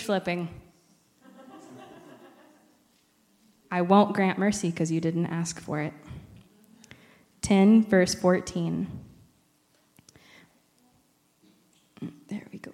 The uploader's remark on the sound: recorded on October 7, 2023, at Ringgold Seventh-day Adventist Church